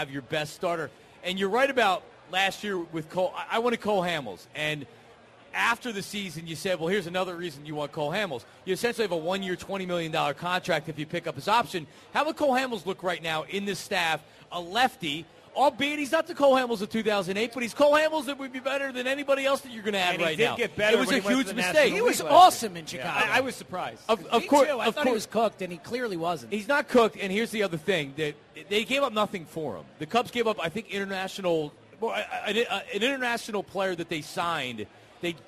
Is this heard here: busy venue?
yes